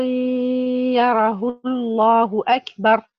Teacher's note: لاحظنا حذف الساكن الأول الذي هو صلة هاء الضمير عند وصله بالتكبير للتخلص من التقاء ساكنين